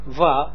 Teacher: spreken we uit niet als ba, maar als wa, omdat het woord vooraf eindigt op een klinker